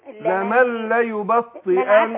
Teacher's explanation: النون دي يعني بتتضغم في اللام